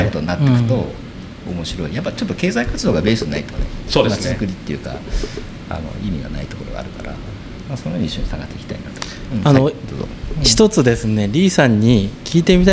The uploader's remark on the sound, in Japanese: 浅草橋出張収録編。前回と同様、浅草橋（東京都台東区）にある国際交流シェアハウス『ボーダレスハウス浅草橋1』の1階のオープンカフェに御邪魔しました。後方でリスナーが飲み食いしながら聴いている公開収録型なので、少々ワイガヤが入っていますが。